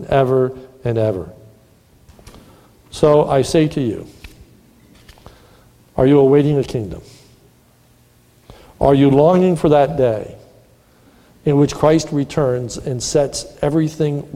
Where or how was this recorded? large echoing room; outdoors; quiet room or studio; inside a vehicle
large echoing room